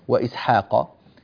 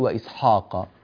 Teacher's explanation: في قول الله تبارك وتعالى وإسحاق، لا تقل وإسحاق، هكذا أنت فخمت الحاء، والحاء حقها الترقيق · Shown in: first take